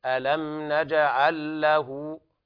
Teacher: إدغام اللام في اللام، إدغام متماثلين صغير كامل بغير غنة